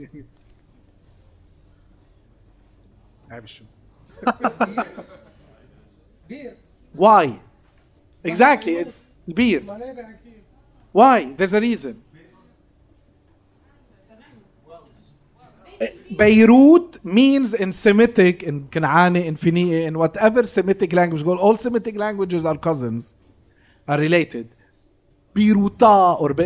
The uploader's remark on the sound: Live Video. The first of a live series at Aaliya's Books.